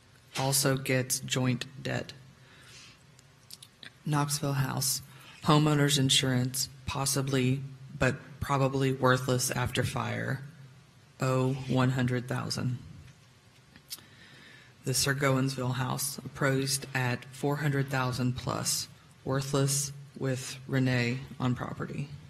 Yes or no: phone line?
no